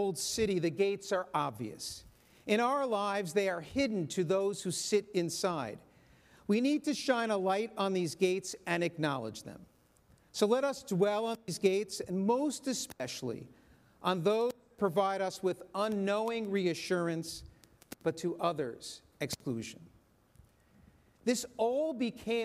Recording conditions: large echoing room